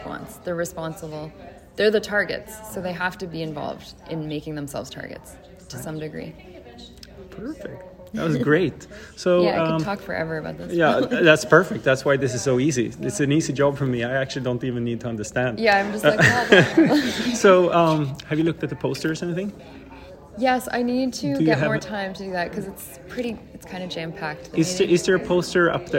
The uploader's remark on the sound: recorded during Day 2 of Islet Study Group 2023